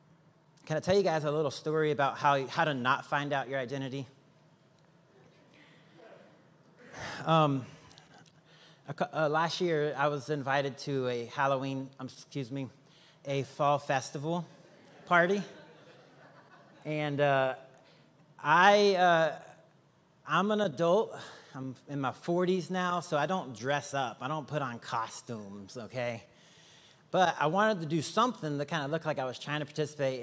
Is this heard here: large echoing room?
yes